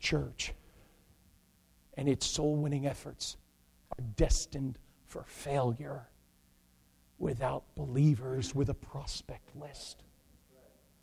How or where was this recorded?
large echoing room